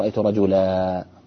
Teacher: الأمر الأول تنوين النصب، رأيت رجلا عند الوقف تقول رأيت رجلا، فتأتي بألف هي قلب فيها التنوين المنصوب أو وقف بدل التنوين المنصوب على ألف، فنون الساكنة قلبت فيه ألف.